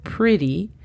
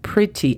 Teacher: convierto esas T's en suaves y parecen casi las D's de dedo · Shown in: first take